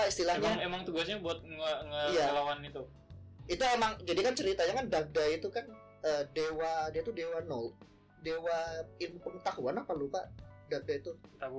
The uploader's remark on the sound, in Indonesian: HARAP MENDENGARKAN PODCAST INI TANPA MENGGUNAKAN EARPHONE ATAU SEJENIS KARENA SUARANYA CLIPPING MAMPUS.